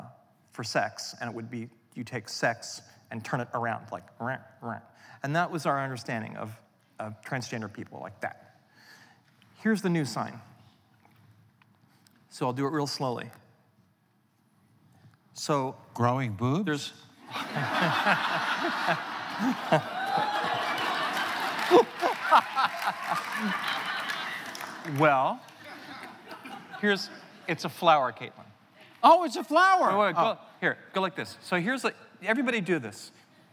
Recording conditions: live audience